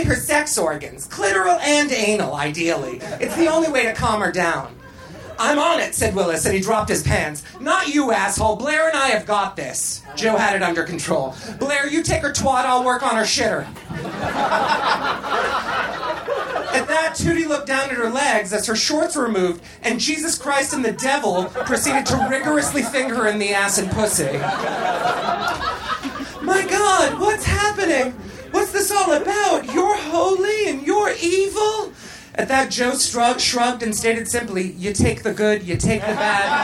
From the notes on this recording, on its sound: Recorded Live at Union Hall in Brooklyn.